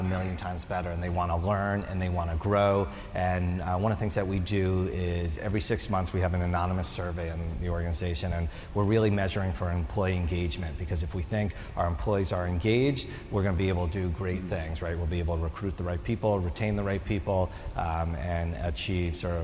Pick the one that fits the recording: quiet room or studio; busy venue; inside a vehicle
busy venue